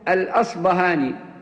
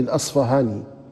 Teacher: والأصفهاني ابن خيرون هذا نسبة إلى أصفهان التي هي بلد أصله، وربما جاءت في بعض الكتب الأصبهاني، وهذا جائز وهذا جائز، لأن الباء المهموسة التي هي تعرف بالباء الفارسية كما هي في اللغات الأوروبية، العرب يتصرفون فيها بإبدالها إما باء مجهورة كما في الأصبهاني أو فاء